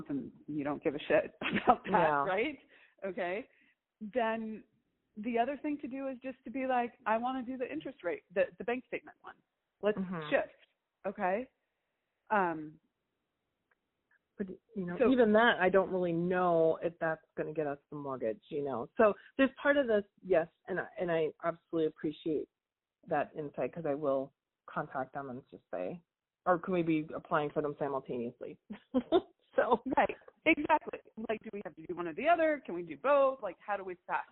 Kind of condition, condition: link, phone line